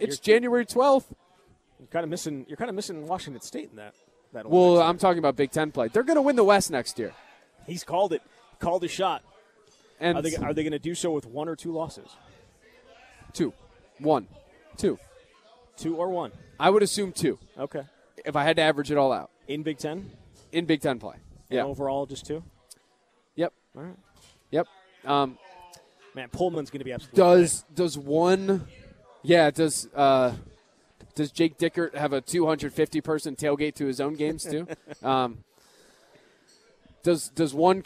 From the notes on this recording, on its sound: live from Monk's in Sun Prairie